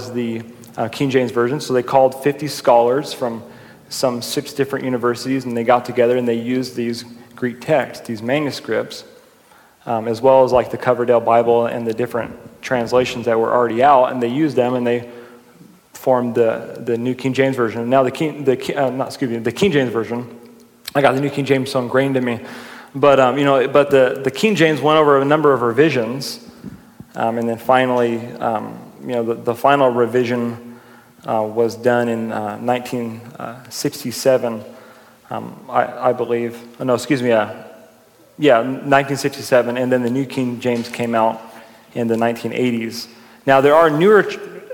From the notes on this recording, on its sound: during a live Q&A session at Calvary Hanford